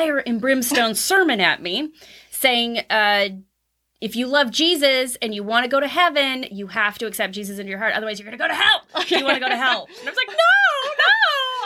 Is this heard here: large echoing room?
no